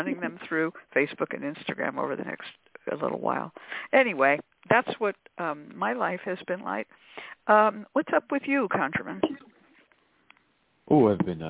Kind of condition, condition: link, phone line